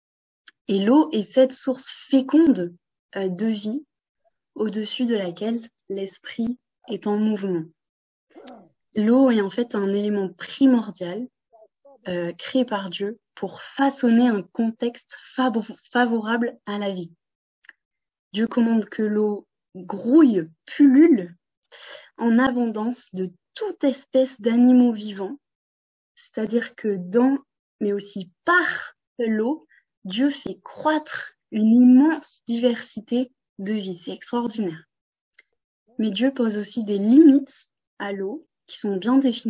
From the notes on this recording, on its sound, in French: Replay audio d'un webinaire enregistré le 16 mars 2023